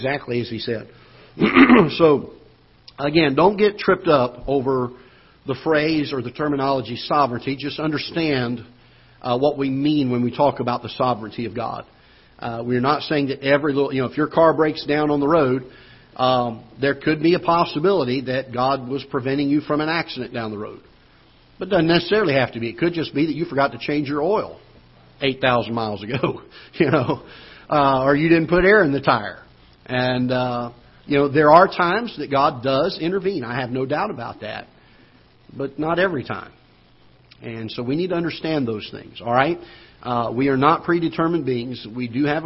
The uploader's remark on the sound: Ketha Heights Baptist Church ~ Live Broadcast